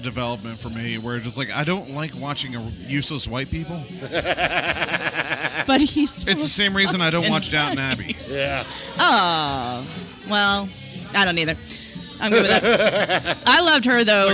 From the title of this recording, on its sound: Live at the Ice House